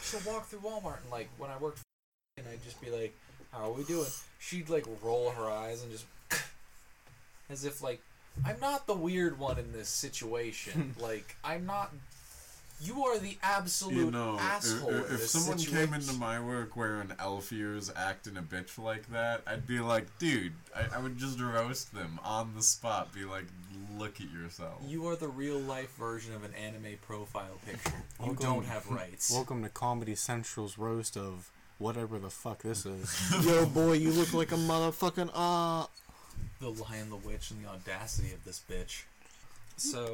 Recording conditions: poor sound quality